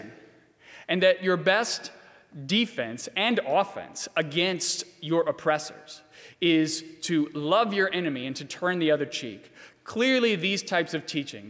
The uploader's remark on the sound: during the 7:00 PM service on Good Friday April 10, 2020, at First Presbyterian Church of Arlington Heights, Illinois